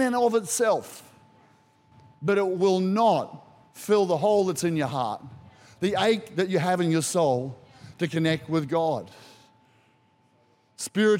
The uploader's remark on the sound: Recorded during our 9am service on Easter Sunday, the 7th of April 2023